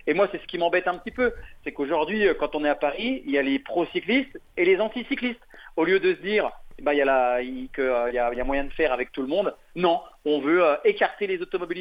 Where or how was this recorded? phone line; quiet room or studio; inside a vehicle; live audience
phone line